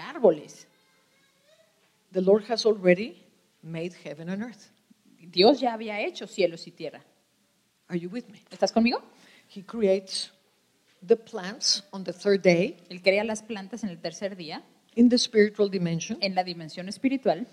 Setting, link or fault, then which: setting, live audience